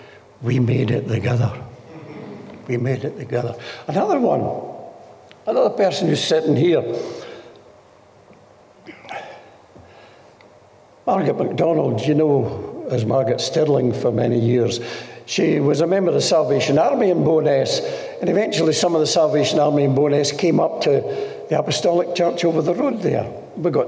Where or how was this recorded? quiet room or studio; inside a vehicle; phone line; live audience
live audience